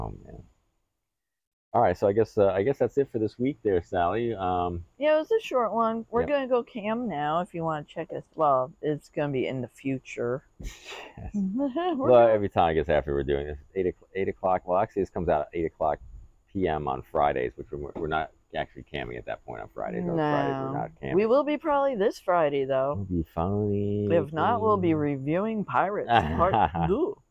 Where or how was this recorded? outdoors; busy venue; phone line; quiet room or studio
outdoors